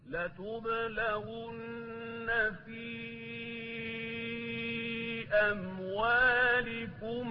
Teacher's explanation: الغنة بتاعت النون المشددة، الحرف الغنة المشدد حركتين، يعني حركتين، لحركة ونص ولا ثلاثة، حركتين بالضبط، بالمسطرة زي ما بيقولوا، بالميزان.